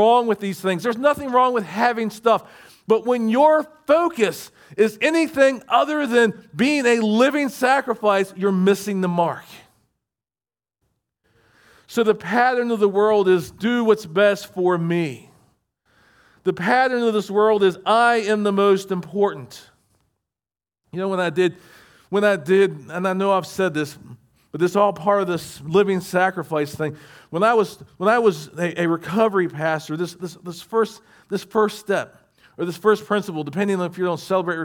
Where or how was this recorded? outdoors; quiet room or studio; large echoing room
large echoing room